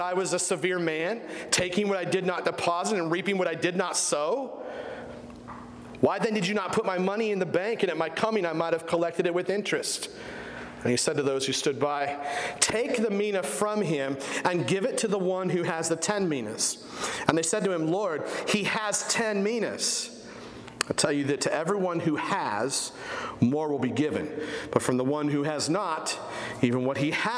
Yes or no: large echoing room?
yes